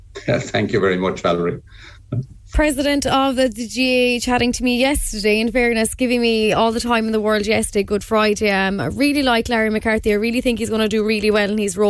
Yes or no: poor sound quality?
no